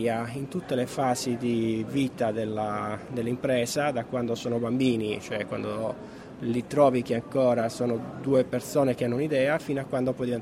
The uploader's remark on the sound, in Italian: Diretta Live dal PNI 2015